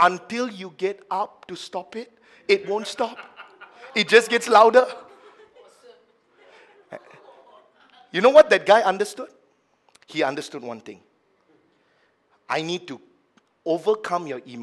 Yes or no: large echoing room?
yes